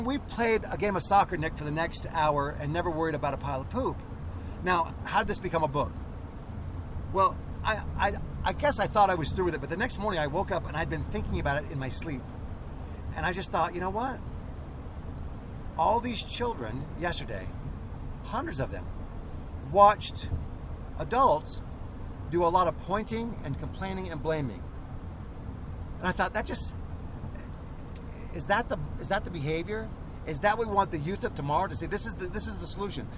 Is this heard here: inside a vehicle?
yes